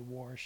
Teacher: some Iowans put an R in wash, so they say warsh